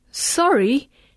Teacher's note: By saying sorry with rising intonation, it means we ask the one talking with us to repeat or clarify what he or she says.